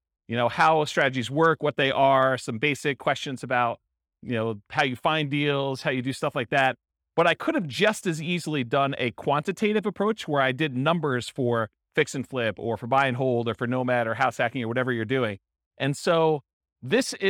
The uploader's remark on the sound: In Palm Bay, Florida. This was a live class recorded to give investors a solid qualitative overview of all the different real estate investing strategies.